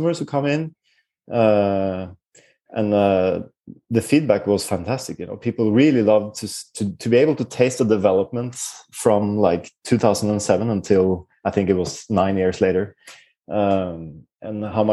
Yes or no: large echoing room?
no